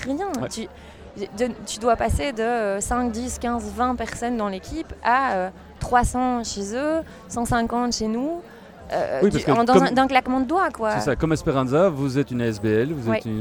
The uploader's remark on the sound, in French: Festival Esperanzah! 2022. Bouke.Media est présent au coeur du festival, à la rencontre des participants, des artistes et des ONG qui font vivre cette édition 2022.